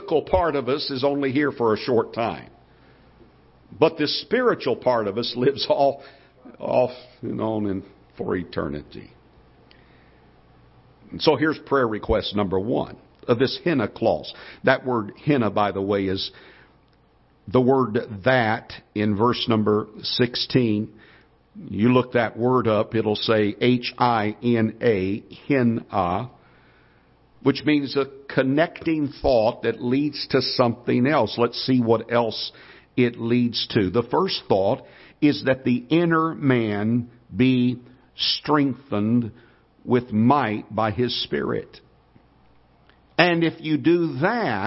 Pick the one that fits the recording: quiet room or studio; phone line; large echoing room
large echoing room